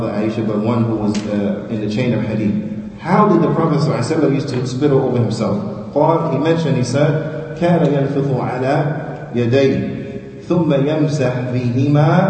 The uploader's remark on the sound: Lecture given at Masjid Nur Allah, Queens, NY